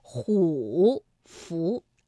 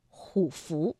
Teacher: 那么前字虎啊就不能再读214了，而要读21 · Shown in: second take